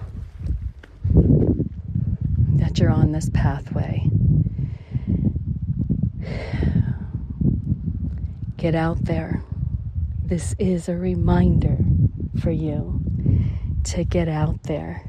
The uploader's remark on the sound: LIVE from Las Vegas Red Rock Canyon. In Red Rock Canyon in the Spring Mountain in Las Vegas, Nevada, USA. This is a special on location Walk and Talk during our Mindfulness Summer Tour 2022.